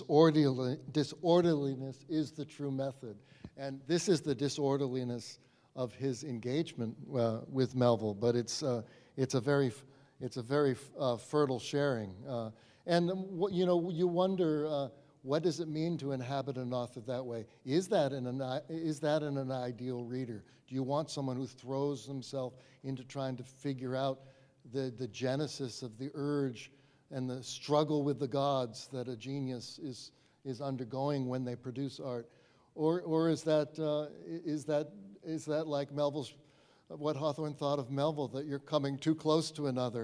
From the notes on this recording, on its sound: This episode was recorded before a live audience at the New Bedford Whaling Museum during their annual Moby-Dick Marathon.